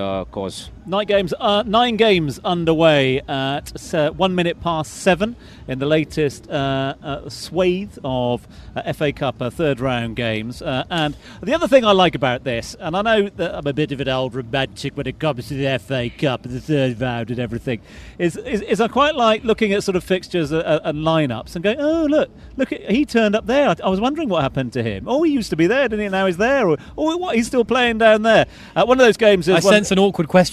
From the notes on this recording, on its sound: From the rooftop garden of Barasti